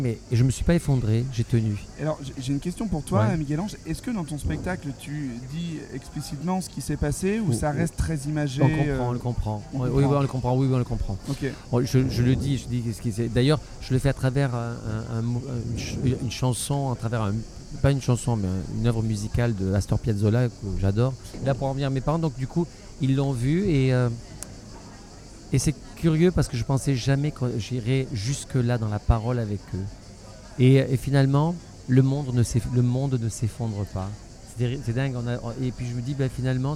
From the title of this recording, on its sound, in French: En direct du Festival Off d'Avignon